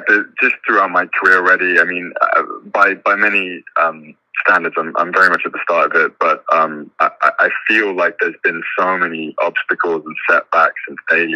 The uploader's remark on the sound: This interview was done over the phone